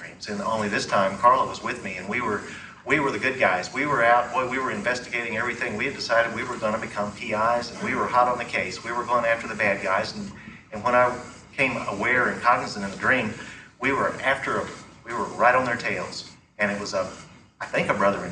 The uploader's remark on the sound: The audio quality is somewhat poor